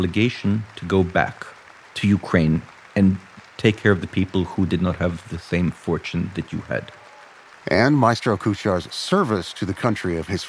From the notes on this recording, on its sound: Live from Athens.